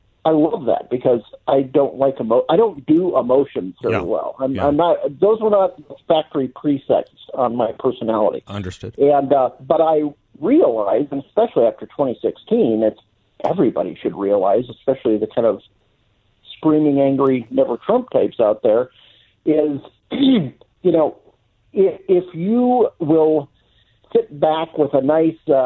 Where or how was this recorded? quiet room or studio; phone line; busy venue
phone line